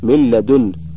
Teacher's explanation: وكأن تقلب النون لاما ثم تدغم في اللام بعدها · Term: إدغام